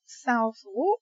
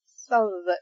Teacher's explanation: you get rid of the W and you get rid of the O in South · Shown in: second take